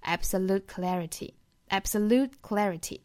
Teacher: absolute 尾音的 t 和后面的 clarity 首音的这个 k 发生了碰撞辅音加辅音省前留后